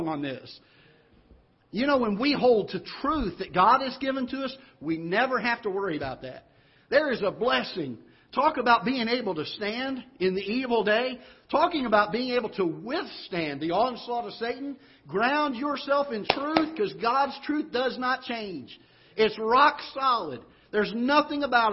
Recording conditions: large echoing room